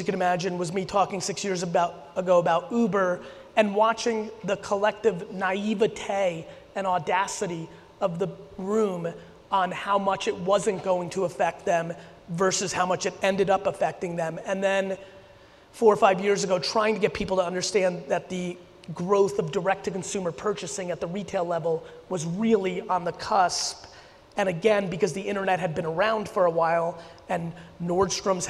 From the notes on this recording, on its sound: A huge keynote and Q&A I did in Denver on October 15. A ton of very specific Q&A from the audience where I got real tactical.